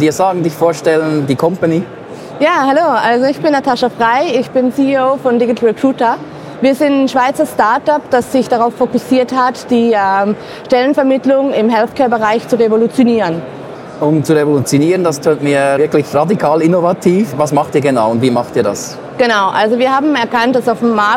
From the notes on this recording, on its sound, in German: Die DMEA zählt mit rund 700 Ausstellern aus 30 Ländern sowie über 16.000 BesucherInnen zu den wichtigsten Events für Digital Health-Startups in Europa. Der ideale Ort also, um eine Live-Folge aufzuzeichnen.